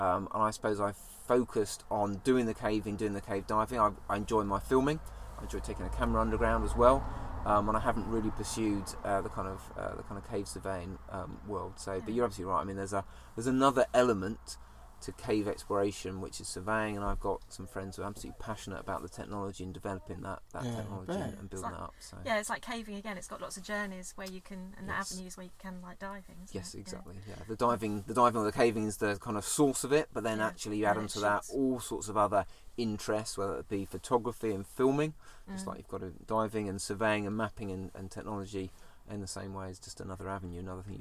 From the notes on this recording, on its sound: We are on location in Cheddar Gorge, a limestone valley in the UK recording on the Ford Custom Transit Nugget.